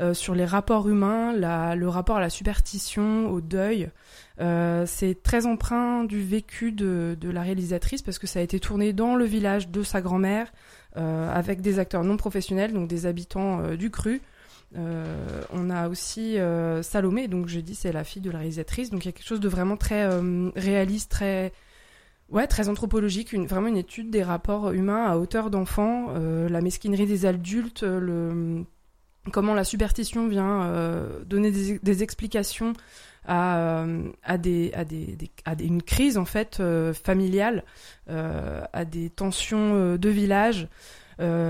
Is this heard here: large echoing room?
no